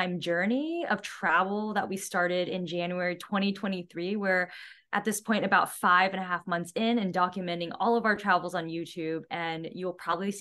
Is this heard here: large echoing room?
no